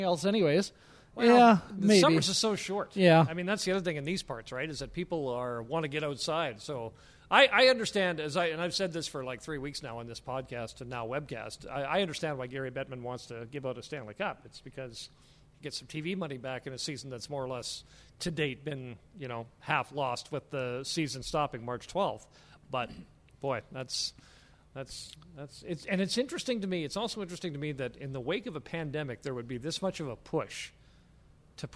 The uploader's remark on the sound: broadcast live from Wendel Clark's Pub and Grill in Saskatoon